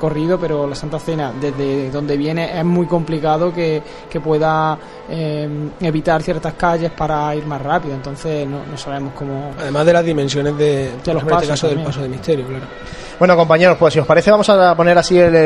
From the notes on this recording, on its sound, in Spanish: Conexión en directo con el Acto de las Espigas de la Cofradía de la Estrella. Chicotá del Paso de Misterio al final de la calle Rastro. Cruz de Guía en Plaza de San Ildefonso con una hora de adelanto, el Palio comienza a andar por Ramón y Cajal.